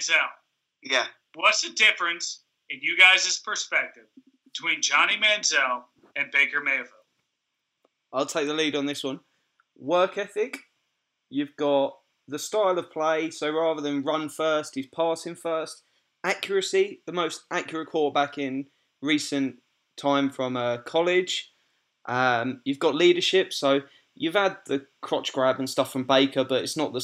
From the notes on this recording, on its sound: 3 way Skype. From Columbus Ohio.